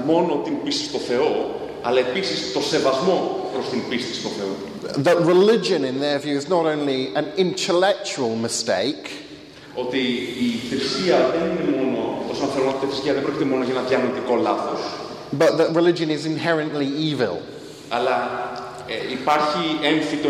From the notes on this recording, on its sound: Lecture with Greek translation delivered at First Evangelical Church in Athens.